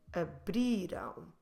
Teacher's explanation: Close your lips, ão. But you're not stressing that ão sound, you're stressing the one before.